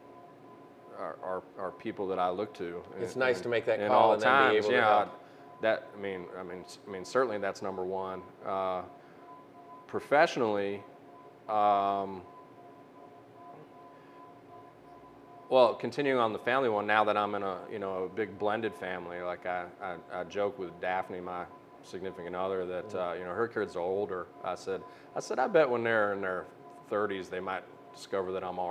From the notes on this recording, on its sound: On location at Hoots Roller Bar and Beer Co.